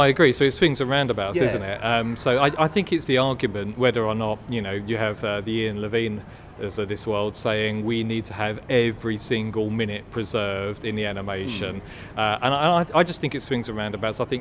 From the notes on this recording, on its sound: Record outside the BFI on the South Bank of the Thames. Live from the British Film Institute. Record outside the BFI on the South Bank of the Thames.